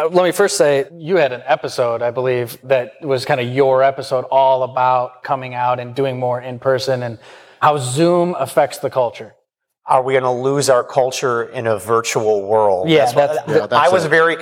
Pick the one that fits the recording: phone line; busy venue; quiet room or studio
busy venue